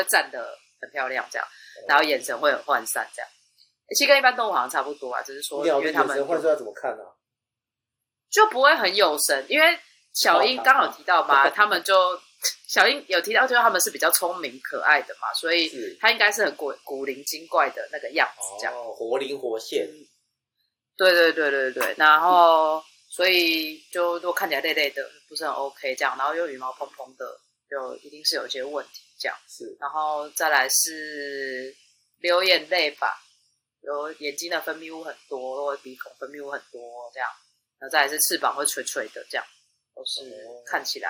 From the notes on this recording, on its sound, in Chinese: 本集節目因音檔異常造成音質不佳敬請見諒。